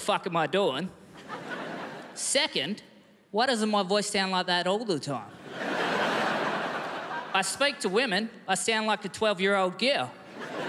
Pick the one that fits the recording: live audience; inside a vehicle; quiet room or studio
live audience